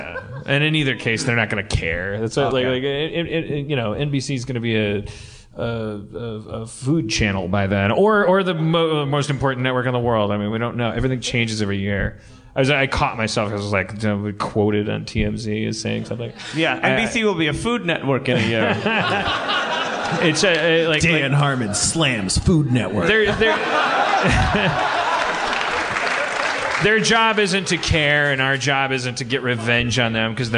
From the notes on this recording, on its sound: LIVE at the Vista with bonus Q&A. LIVE from the Vista theater with a special Q&A.